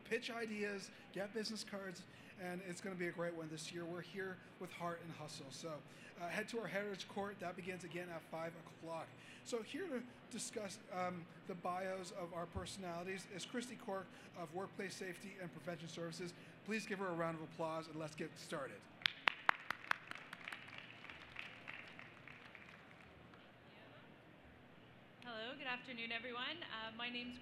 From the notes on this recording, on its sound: Live from the Restaurants Canada Show. In a 'fire side' chat. Recorded live from the show.